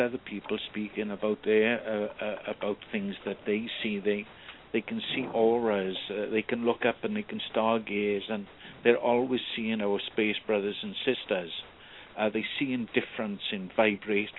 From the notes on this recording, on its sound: personal responses to callers during the special call-in segment